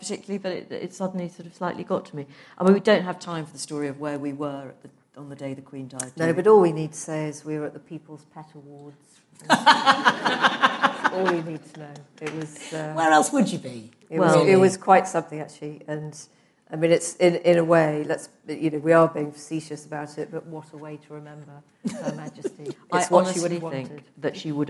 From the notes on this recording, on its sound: LIVE at Afternoon Tea. Host afternoon tea at Times Towers.